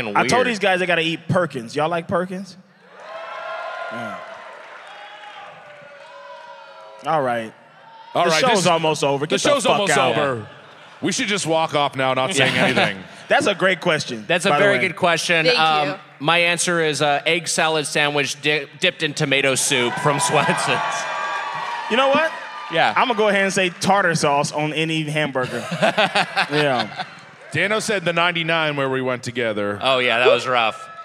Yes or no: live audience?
yes